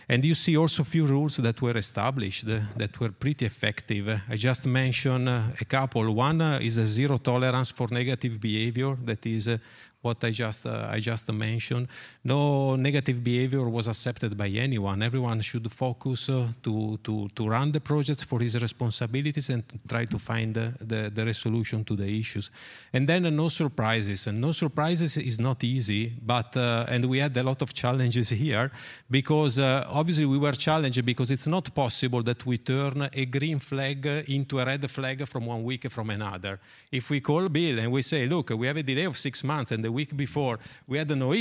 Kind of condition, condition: setting, busy venue